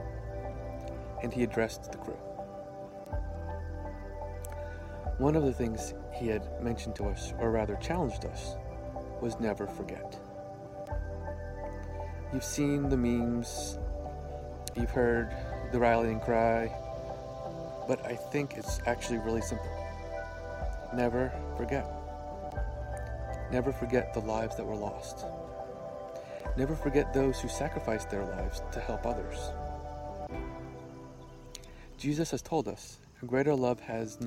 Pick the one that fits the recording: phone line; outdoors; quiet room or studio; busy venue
outdoors